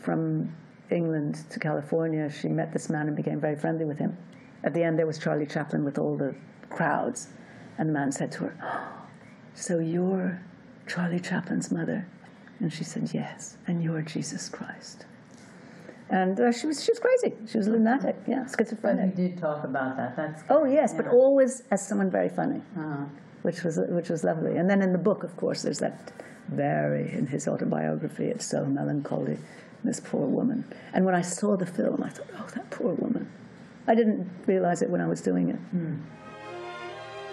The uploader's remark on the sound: at the Panama Film Festival